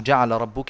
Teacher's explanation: فهنا تدغم اللام في الراء أيضا